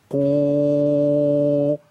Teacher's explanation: حرف الواو وقبليه ضمه باخد هيئه الايه الضم ومط شفتين للامام